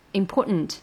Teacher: 这个 T 被吞掉了，被弱，弱化了。